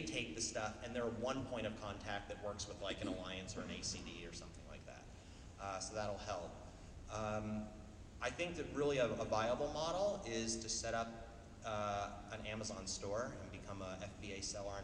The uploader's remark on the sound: CEO Panel at pax unplugged